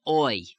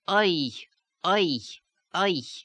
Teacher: in the actual Yiddish accent, it's not pronounced oi, because the lips do not round. · Shown in: second take · You have oi, oi, oi, without the lips rounding and getting it out of this resonance.